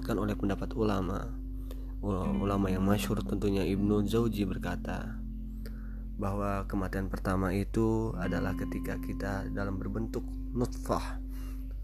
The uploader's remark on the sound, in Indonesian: Mohon maaf juga gw lagi flu sehingga ada suara2 yang mengganggu di telinga kalian. Karena gw record ini tanpa teks.